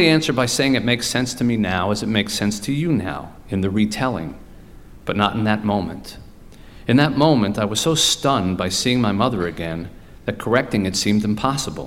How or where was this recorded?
live audience